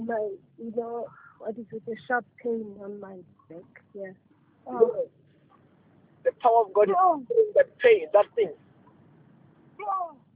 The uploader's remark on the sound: Deliverance over the phone in JESUS NAME.